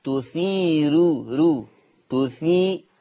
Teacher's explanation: أما وقفا فهي مرققة للجميع، هذه الراء عند الوقف تثير مرققة وقفا لجميع القراء. أما وصلا فهي مرققة لورش خاصة